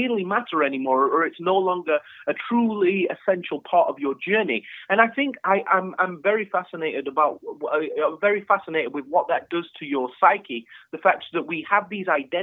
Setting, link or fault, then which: link, phone line